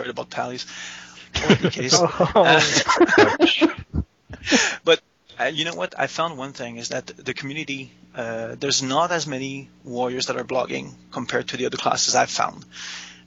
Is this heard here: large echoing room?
no